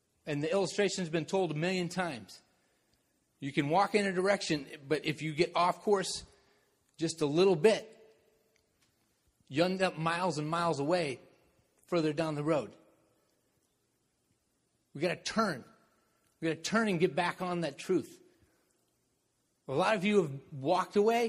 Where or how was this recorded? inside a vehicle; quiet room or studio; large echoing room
large echoing room